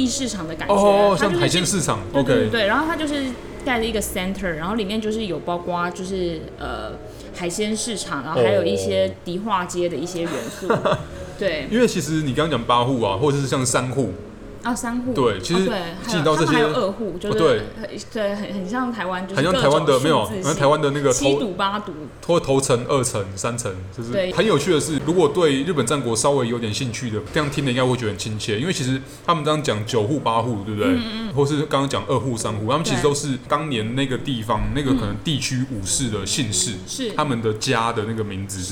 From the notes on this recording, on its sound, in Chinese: 本集白噪音指數：微風級 2/5。錄音地點： 豆手豆花 - Dozo Tofu Pudding。